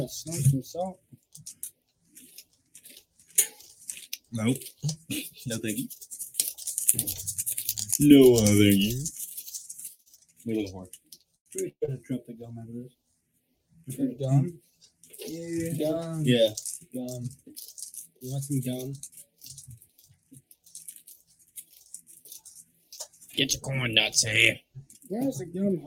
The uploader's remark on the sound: Mic control still eludes the podcast for some reason.